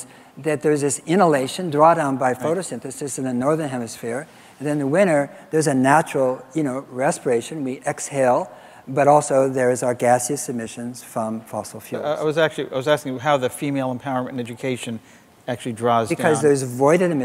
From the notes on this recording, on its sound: live interviews from GreenBiz events